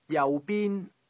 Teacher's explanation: pronounced with two low-level tones